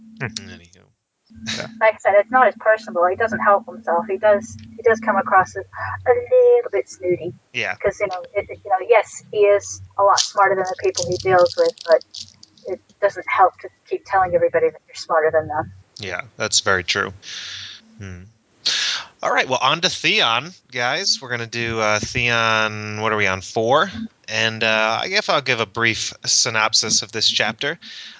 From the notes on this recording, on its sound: Sorry for the poor audio quality in this episode.